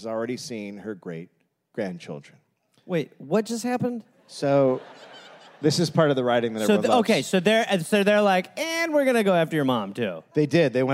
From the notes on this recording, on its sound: Recorded live in San Francisco.